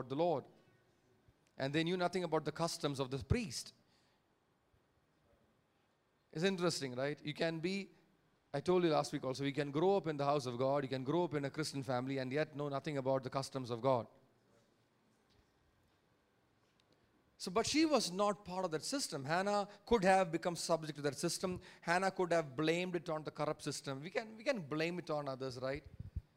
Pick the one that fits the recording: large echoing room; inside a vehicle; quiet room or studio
large echoing room